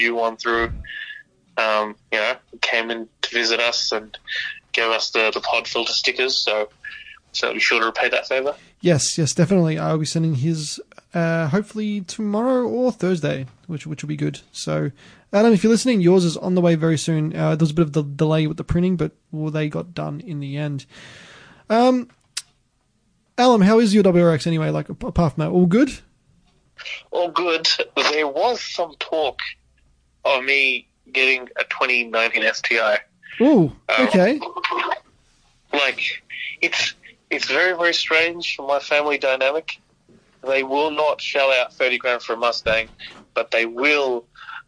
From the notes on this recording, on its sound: Via Phone LInk